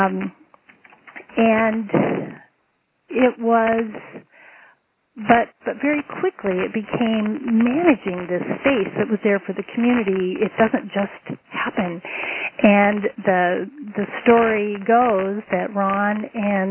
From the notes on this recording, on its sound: Call recorded on September 13, 2012.